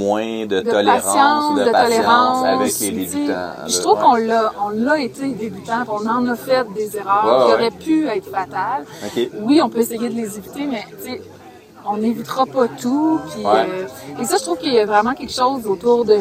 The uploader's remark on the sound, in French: live de Ten Sleep Brewery